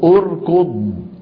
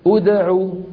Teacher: لاحظتم أن الكاف مضمومة فضمت الهمزة من أجلها. أدعو العين مضمومة فضمت الهمزة من أجلها. · Term: همزة الوصل